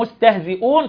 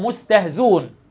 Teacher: الحذف أو الإسقاط، وذلك بحذف الهمزة في قولهم مستهزئون تقرأ مستهزون · Shown in: second take